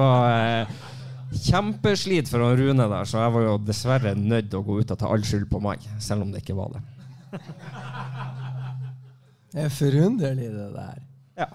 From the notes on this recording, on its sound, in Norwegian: Episoden ble spilt inn foran live publikum på Sportsbaren i Bodø.